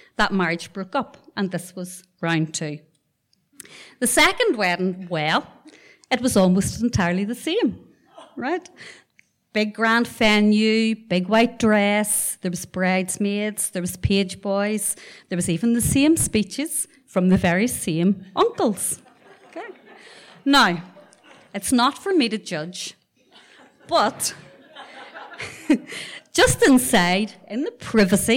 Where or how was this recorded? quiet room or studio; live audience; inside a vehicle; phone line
live audience